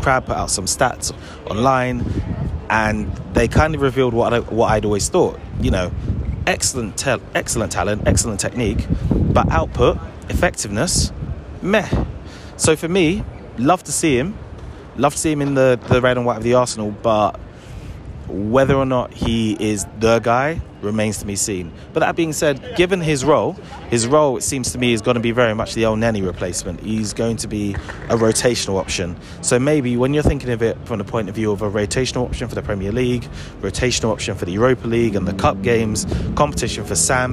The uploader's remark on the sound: This was recorded slap bang in the middle of London and so you will hear all of the hustle and bustle of a London that is back from the dead.